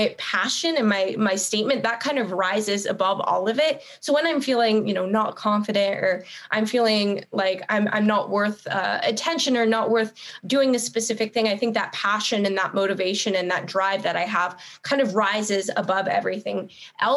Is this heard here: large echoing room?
no